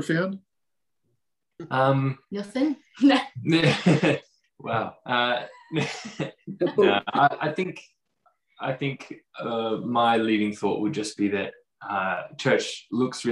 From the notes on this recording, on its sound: Recorded during our All In Zoom on August 8th, 2021